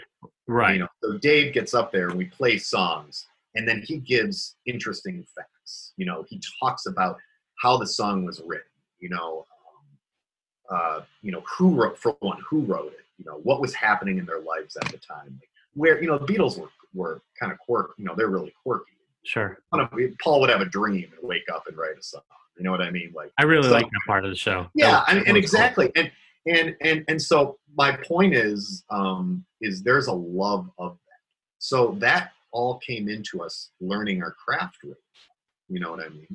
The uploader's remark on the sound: Had a little Zoom chat. This call took place in early 2020, at the beginning of the coronavirus pandemic, when the stage of Ohio was on lockdown.